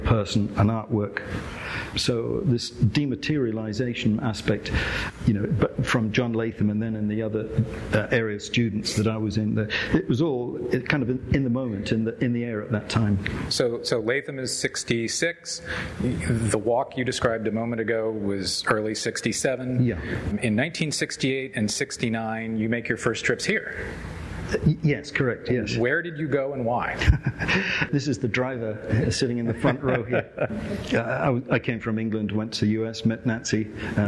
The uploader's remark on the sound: Recorded live at the Hirshhorn Museum and Sculpture Garden.